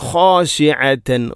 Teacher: ഖാ തൊണ്ടയുടെ ഏറ്റവും മുകൾ ഭാഗമാണ് ഖാ എന്നതിൻ്റെ മഖ്റജ്. അതുപോലെ തന്നെ ഐൻ ഖാശിഅ ഐൻ തൊണ്ടയുടെ മധ്യഭാഗം.